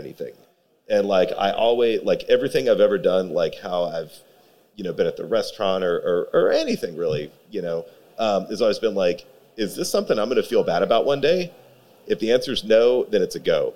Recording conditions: live audience